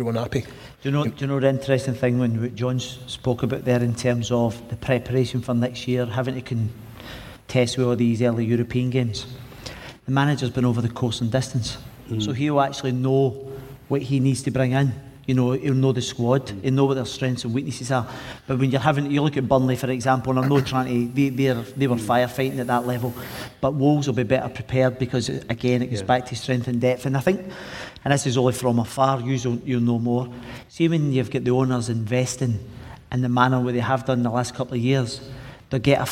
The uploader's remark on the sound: take to the stage at Wolverhampton Grand Theatre for the Old Gold Club live show